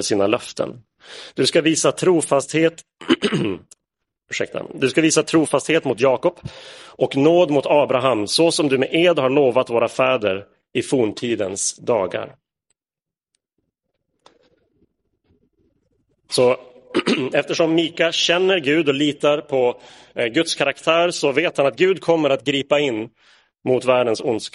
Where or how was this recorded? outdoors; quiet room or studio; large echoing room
large echoing room